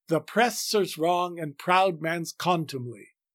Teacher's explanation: But Shakespeare means us to elide the word the with oppressors and to make contumely in fact 3 syllables with the main stress on the first syllable and another lesser stress on the last